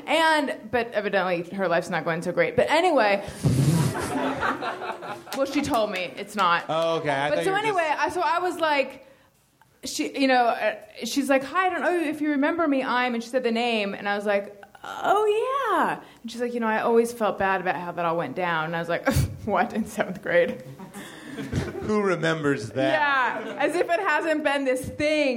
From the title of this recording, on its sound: LIVE from Nerdmelt